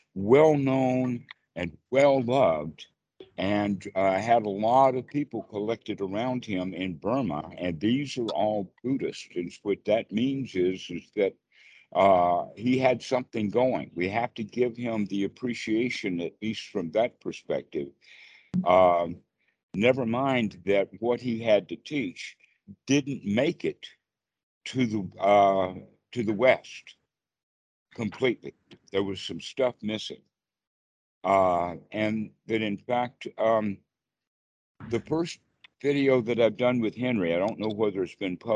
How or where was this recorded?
video call